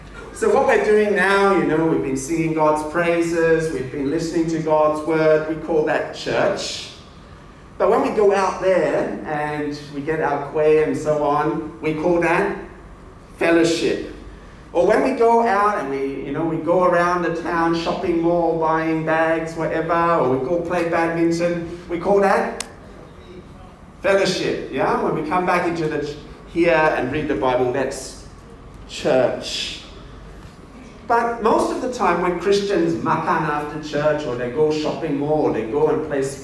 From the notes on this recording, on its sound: This sermon was delivered at ADYC Youth Ablaze 3.0 conference in Kuching.